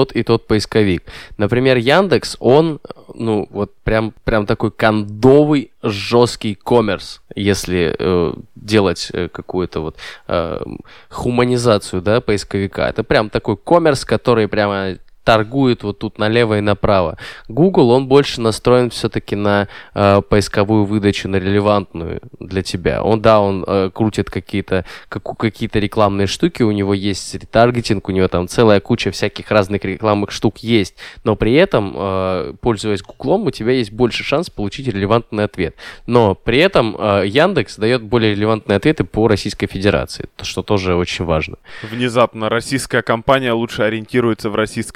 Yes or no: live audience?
no